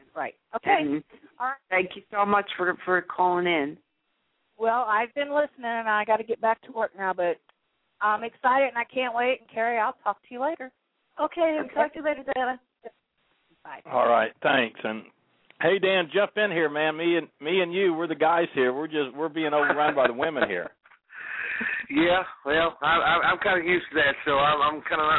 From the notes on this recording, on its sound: 2012 Convention - "LIVE" from Harrah's. Via landline as she reports "live" from Harrah's Kansas City as she tours the resort, giving us an inside look into the upcoming 2nd Annual Truck Driver Social Media Convention.